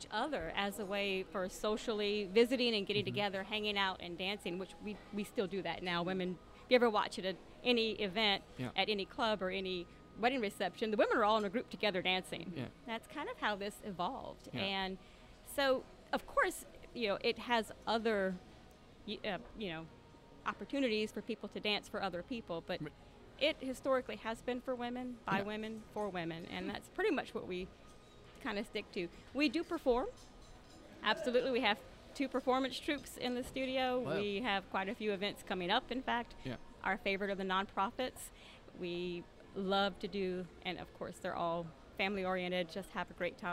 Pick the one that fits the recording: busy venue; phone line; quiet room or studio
busy venue